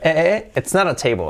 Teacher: la I como una E, la T como R suave, la L, la T fuerte si queréis, table, de mesa, it's not a table, ¿vale?